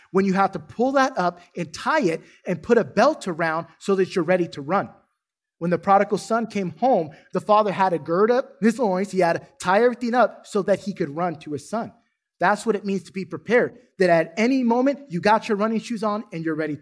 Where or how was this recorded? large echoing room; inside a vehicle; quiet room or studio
large echoing room